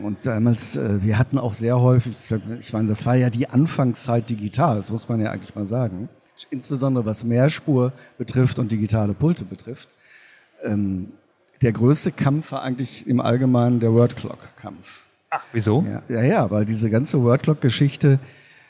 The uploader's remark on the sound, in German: spricht mit uns auf der LEaT con in Hamburg